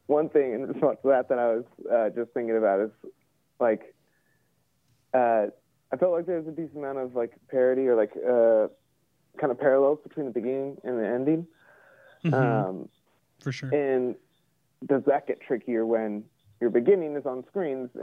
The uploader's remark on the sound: In our first episode with a guest via phone. From his home in Seattle, Washington.